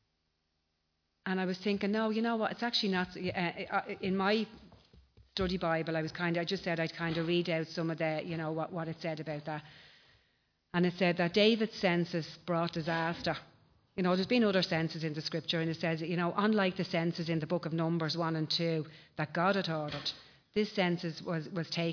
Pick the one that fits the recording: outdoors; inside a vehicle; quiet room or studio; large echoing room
large echoing room